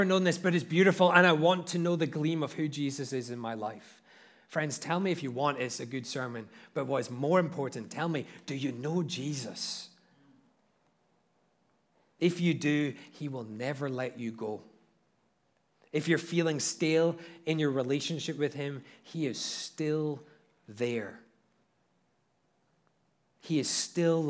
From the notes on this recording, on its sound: at Liberty Baptist Church in Liberty, Missouri